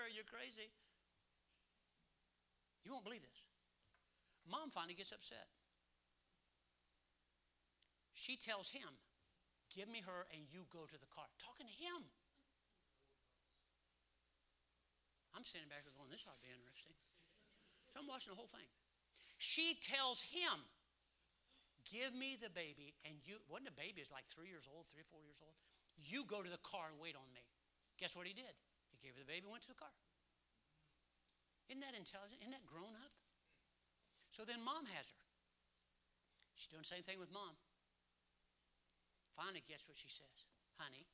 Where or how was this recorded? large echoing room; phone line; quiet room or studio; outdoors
large echoing room